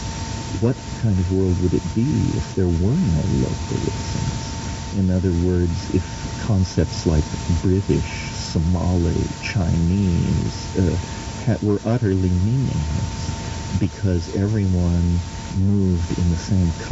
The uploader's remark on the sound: Recorded in Hawaii sometime in 1994, this was a private trialogue (conversation) between the three of them in the garden. They had the foresight to turn on a tape recorder that day.